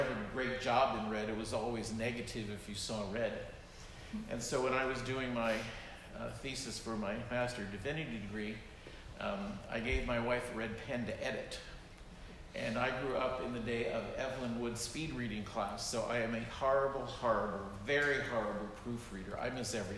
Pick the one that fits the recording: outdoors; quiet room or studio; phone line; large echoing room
large echoing room